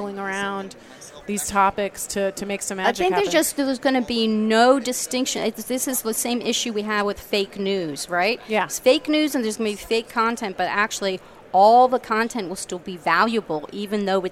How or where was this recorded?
busy venue